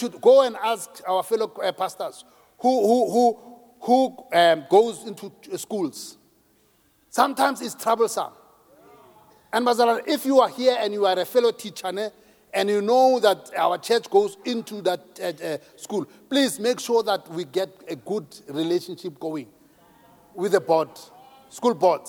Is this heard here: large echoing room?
yes